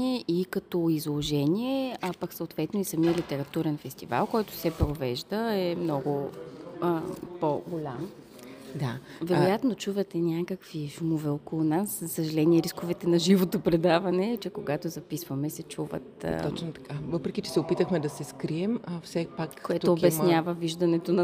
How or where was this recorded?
busy venue